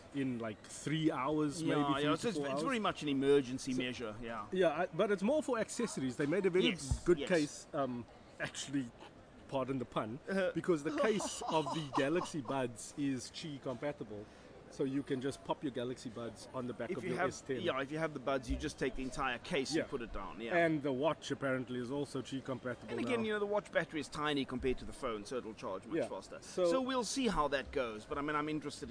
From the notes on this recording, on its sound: Recorded at Cape Town International Airport